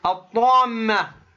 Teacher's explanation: ميم ساكنة مع ميم متحركة، أدغمت الميم الأولى في الثانية · Term: إدغام